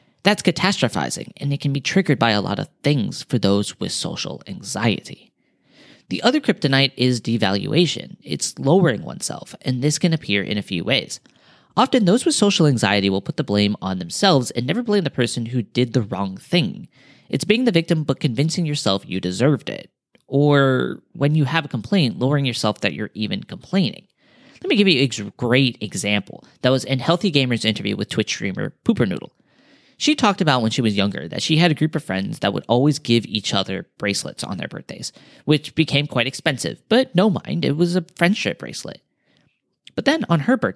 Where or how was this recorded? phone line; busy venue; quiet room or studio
quiet room or studio